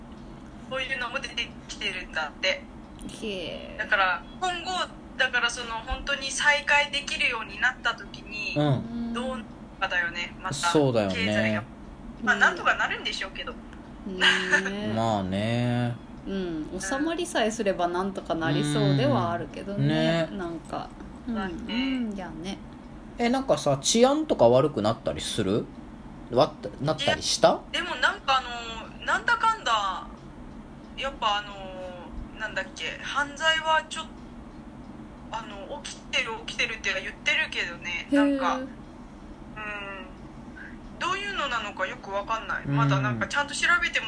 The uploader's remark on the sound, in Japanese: LINE電話でのやりとりなので、声が遅れたり音質が悪いことがありますので、ご了承ください。